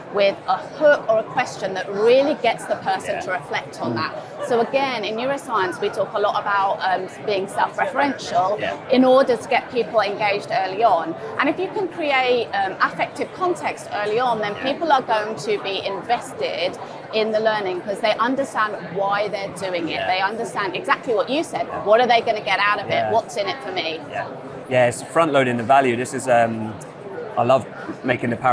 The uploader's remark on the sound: In this conversation recorded at Learning Technologies 2023